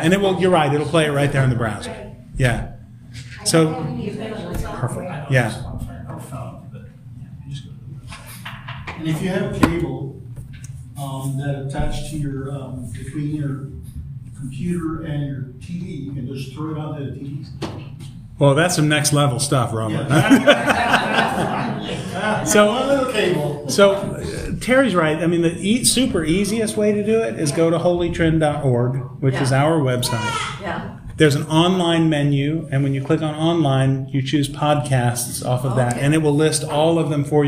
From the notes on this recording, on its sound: This episode was recorded live at Holy Trinity Lutheran Church in Rogers, AR.